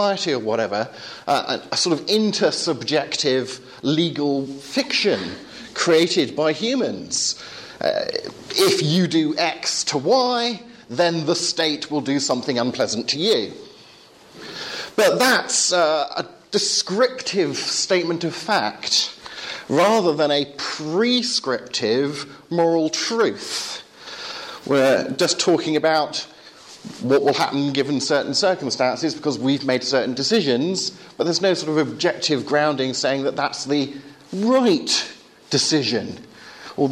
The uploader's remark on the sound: Talk from the first 2012 Reasonable Faith course at Highfield Church, Southampton.